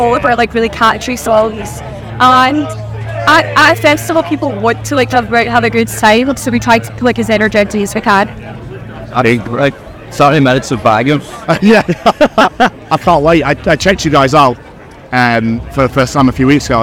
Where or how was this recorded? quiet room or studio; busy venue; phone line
busy venue